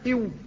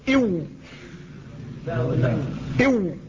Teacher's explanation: فالواو هي من بين الشفتين لكنها داخلة إلى الداخل